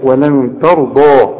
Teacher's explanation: الضاد هي مفخمه والراء كمان مفخمه